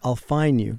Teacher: But you don't put the D in, it's I'll find you.